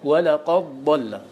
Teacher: فأظهرته، أظهرت الدال عند الضاد. ولقد ضل، ولك أن تقول ولقد ضل.